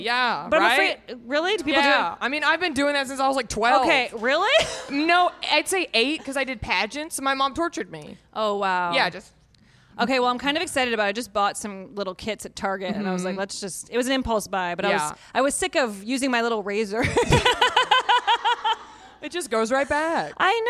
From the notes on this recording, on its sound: Natch Beaut Live at Orly Color Labs. Thank you to Orly Color Labs for hosting the Natch Beaut Live show.